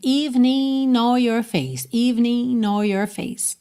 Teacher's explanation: Uma coisa interessante aqui, esse evening termina em G, mas o G não é pronunciado. Muitas gravações já ligam o N de evening, o N final de evening no or your face. Então, a gente tem evening, or your face. · Term: ligação